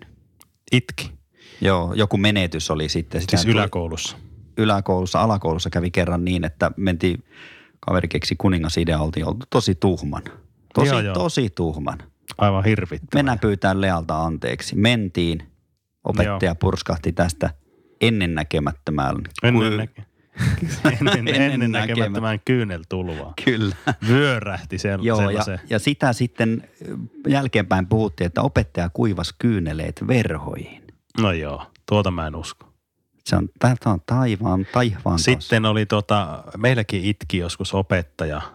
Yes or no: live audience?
no